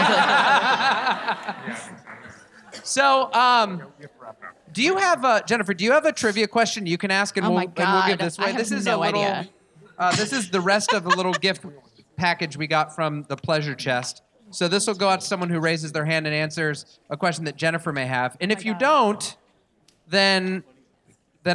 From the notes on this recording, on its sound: LIVE from the Bell House in Brooklyn, NY. Our very first LIVE episode from our LIVE show.